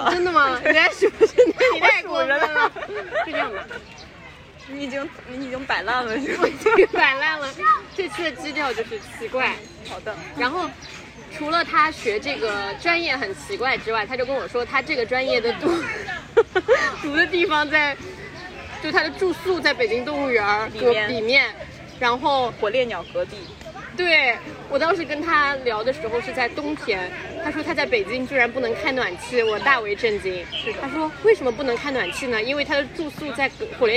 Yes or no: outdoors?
yes